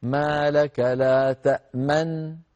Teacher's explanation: نضم الشفتين ونأتي بالغنة الممطوطة في النون الأولى المدغمة · Term: الإشمام